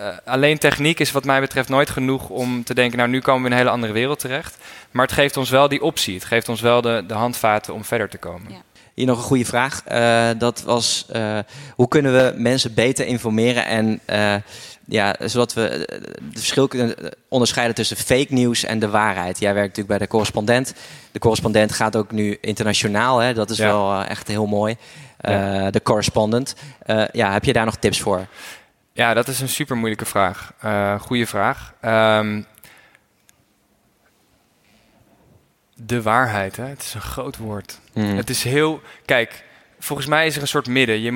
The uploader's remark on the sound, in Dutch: Een live podcast opname vanaf het Happinez Festival. Aan het einde van de opname hoor je wat ruis.